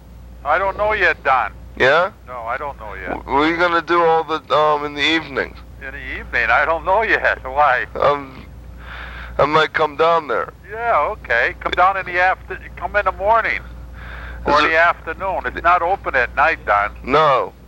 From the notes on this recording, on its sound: Prank Phone Calls